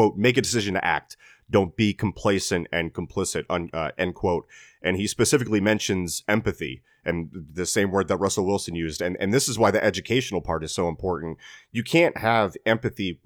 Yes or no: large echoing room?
no